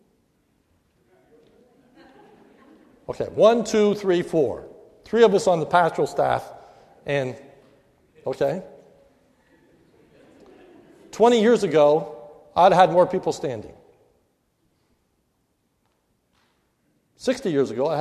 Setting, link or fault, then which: setting, large echoing room